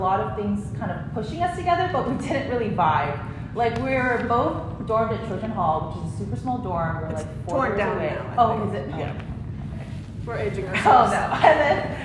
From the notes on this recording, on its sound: Women's Event 2024 • Workshop: Heart Friendships. Recorded at Union Church.